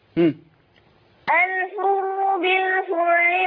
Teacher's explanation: الحر كده بقى احنا ولدنا واو صغيره. الحر ما تجيبش واو بين الحاء المضمومه والراء المشدده